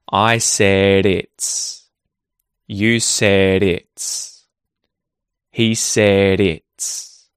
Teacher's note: So, you can hear a T flap or you can also call it a D flap. But you'll hear the flap T, the flap D instead of a hard D sound